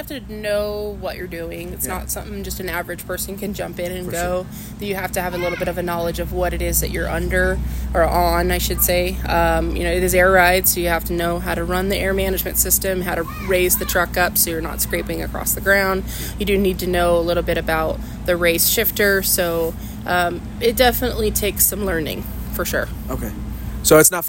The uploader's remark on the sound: Tormenting Tarmac live from Barrett Jackson Day 1. Throughout the week, I will be dropping some shorter episodes from Scottsdale.